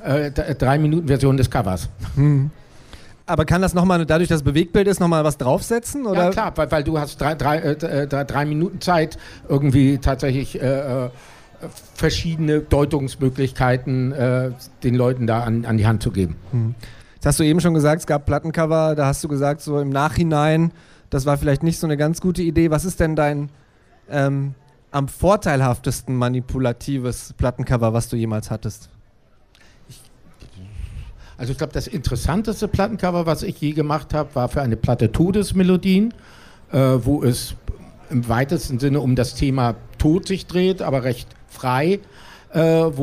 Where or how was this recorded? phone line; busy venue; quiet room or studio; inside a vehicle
busy venue